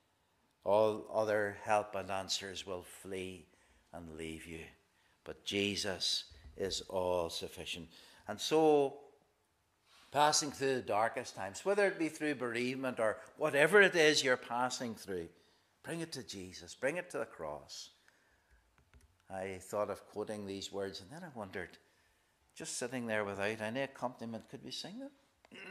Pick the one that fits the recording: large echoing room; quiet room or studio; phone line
large echoing room